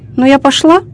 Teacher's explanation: Говорят, что уральцы в конце фразы часто забывают понизить тон. И в результате повествовательное «ну я пошла» мы произносим с вопросом «ну я пошла?». · Term: Особая интонация